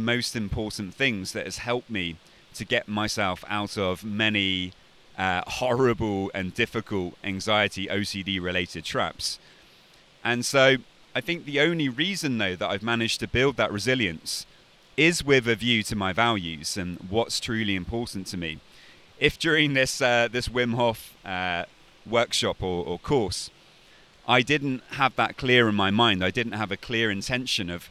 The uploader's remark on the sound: This episode was recorded next to a river in Poland.